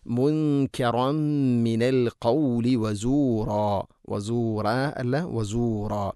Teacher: റായിനെ തഫ്ഹീം ചെയ്തുകൊണ്ട് അഥവാ ഖനപ്പിച്ച് ഉച്ചരിക്കണം.